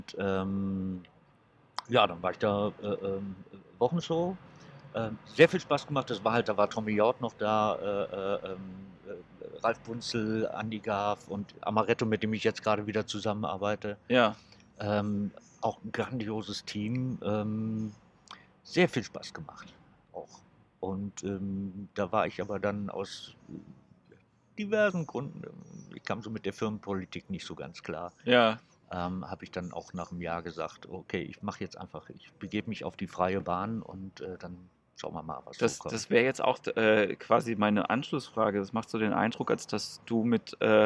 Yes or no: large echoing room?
no